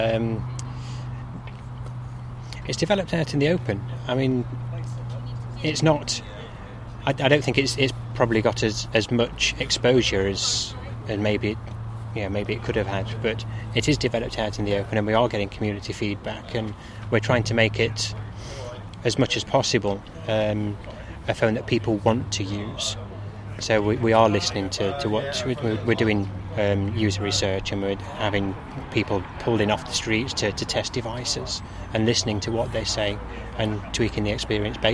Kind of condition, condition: setting, busy venue